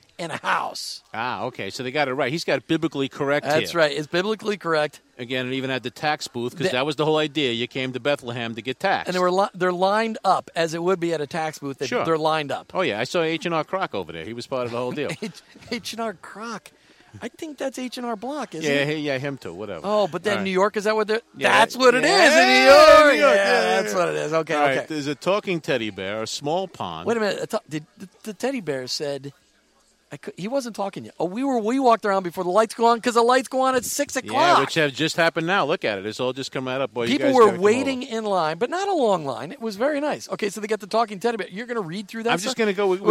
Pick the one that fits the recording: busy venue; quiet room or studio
busy venue